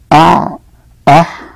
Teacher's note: وسط الحلق العين والحاء